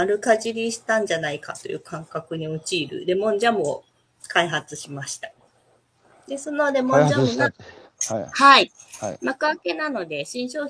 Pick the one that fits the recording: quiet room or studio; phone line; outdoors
outdoors